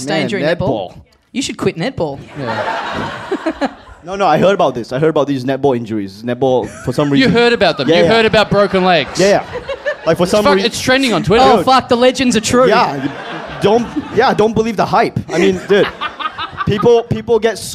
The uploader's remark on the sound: Recorded LIVE at Five Boroughs on December 7, 2014.